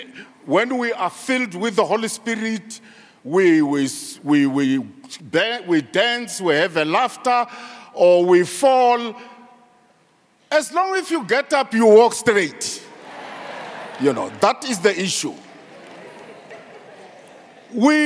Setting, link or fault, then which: setting, large echoing room